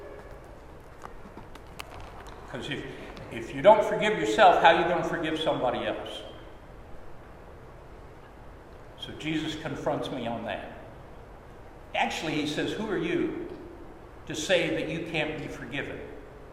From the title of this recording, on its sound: Sermon at Holy Trinity Anglican Church